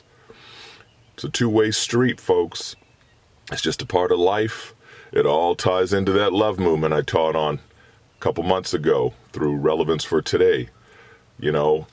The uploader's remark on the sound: While hanging out in Canada making some podcasts in the car I thought about forgiveness.